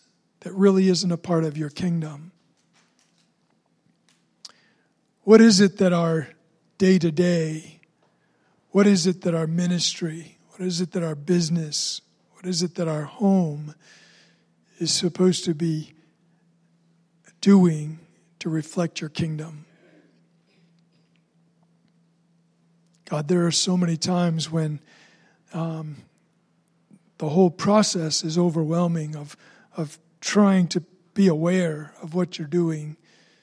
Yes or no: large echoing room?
yes